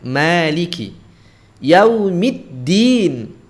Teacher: riwayat Imam Hafiz itu manya dipanjangkan